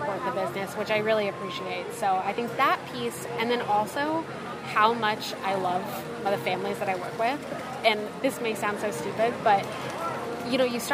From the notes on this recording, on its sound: live from EPCOT